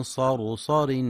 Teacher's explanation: في كلمة صرصر لتفخيم كل الكلمة ما عدا الراء الأخيرة المنونة بتنوين الكسر فإنها مرققة